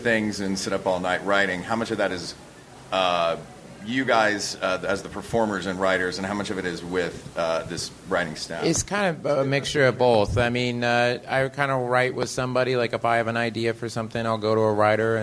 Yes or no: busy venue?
yes